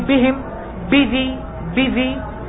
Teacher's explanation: وهذه من الدقائق جدا أن تعتني بالباء الشديدة بالباء المجهورة، تسمعني صوت الشدة، تسمعني صوت الجهر في الباء حتى لو كانت في مكان ضعيف. لكن هي شديدة أعطيها حقها، هي قوية أعطيها حقها من القوة لئلا تضعف بجوار الضعيف.